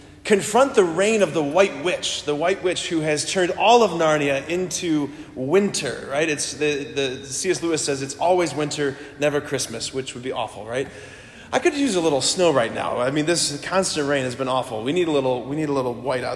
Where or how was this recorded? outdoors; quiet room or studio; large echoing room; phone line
large echoing room